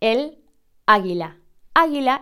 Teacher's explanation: esa A inicial sea tónica, es decir, el acento en la palabra recae sobre esa A. Por ejemplo, el águila.